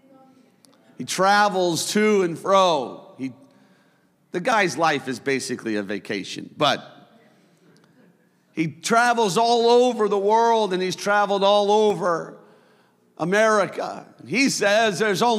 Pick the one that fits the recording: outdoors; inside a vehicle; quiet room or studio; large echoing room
large echoing room